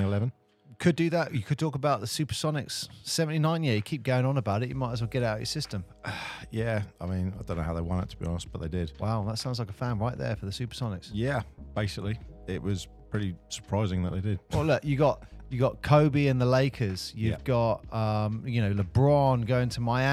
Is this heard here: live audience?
no